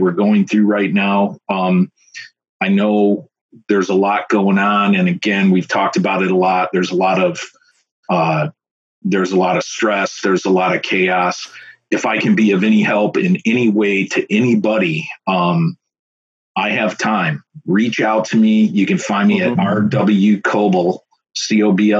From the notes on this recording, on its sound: March 2020 and everyone is somewhat locked down and trying to make the best of things in dire circumstances. We decided to try our hand at remote podcasting through Zoom.